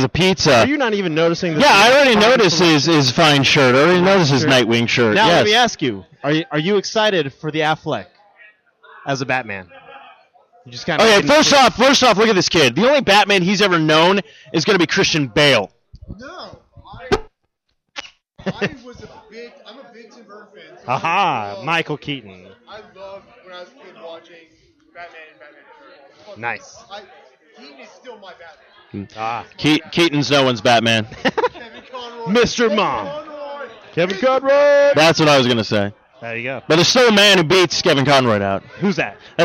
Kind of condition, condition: setting, busy venue